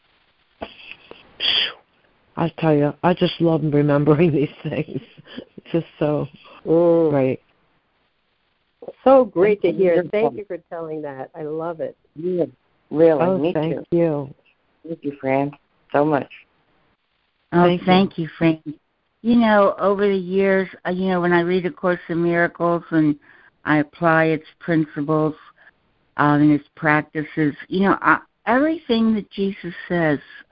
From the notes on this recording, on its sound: ACIM Daily Conference Call.